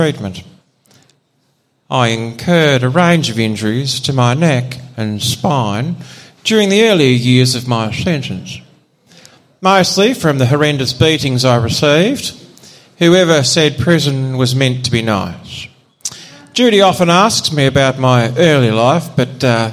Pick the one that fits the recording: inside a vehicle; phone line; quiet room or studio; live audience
live audience